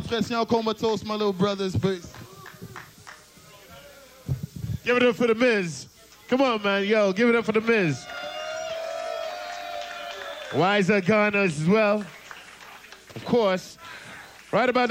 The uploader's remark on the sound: CKUT Live Remote Montreal Massive 4. CKUT broadcasts live from IsARt in Montreal.